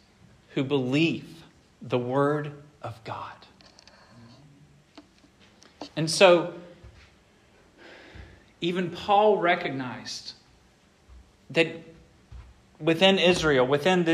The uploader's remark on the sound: This sermon was preached at Hope Fellowship.